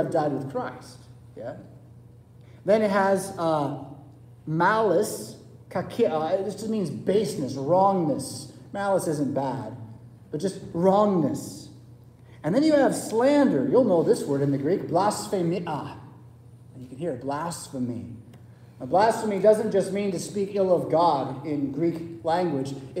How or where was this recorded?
large echoing room